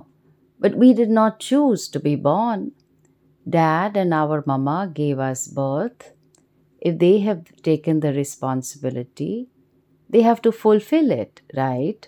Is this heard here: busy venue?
no